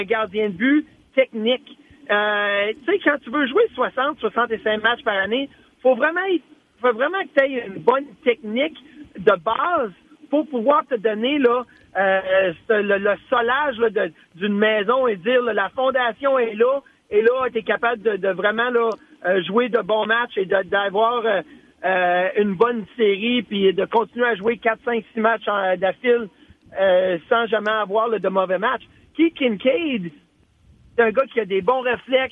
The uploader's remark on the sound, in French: au bout du fil